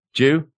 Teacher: We can squeeze it into one syllable in the South.